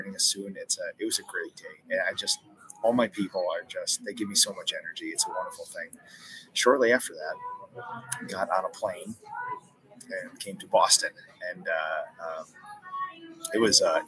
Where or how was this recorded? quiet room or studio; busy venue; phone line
busy venue